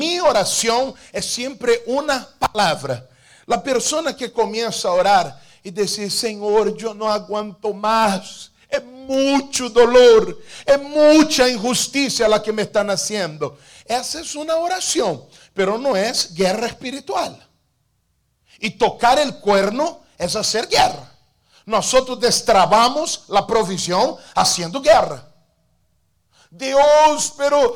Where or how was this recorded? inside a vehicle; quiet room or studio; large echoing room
large echoing room